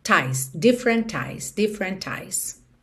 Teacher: Aqui ela juntou mesmo T do different em eyes com som de T.